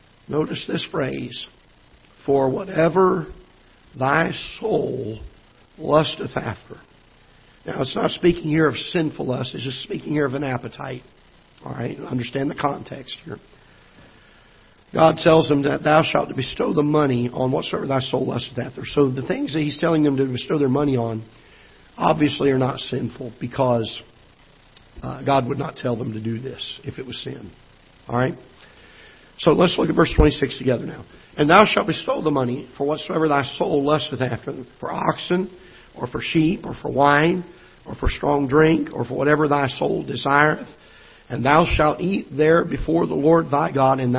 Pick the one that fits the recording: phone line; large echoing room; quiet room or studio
large echoing room